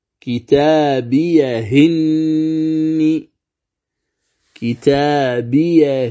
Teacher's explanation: فتصير الهاء مكسورة، لأن الهمزة التي سننقل حركتها مكسورة · Term: نقل حركة الهمز